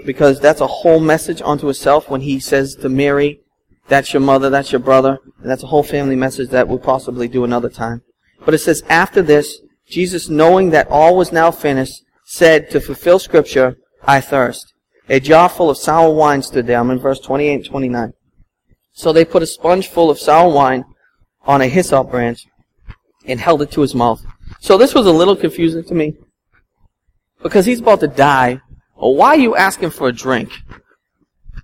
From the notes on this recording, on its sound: at Restoration Road Church in Wakefield, MA